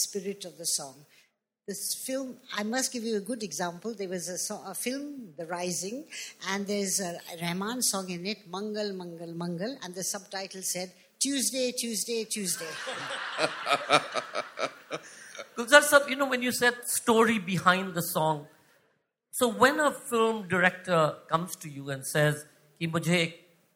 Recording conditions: live audience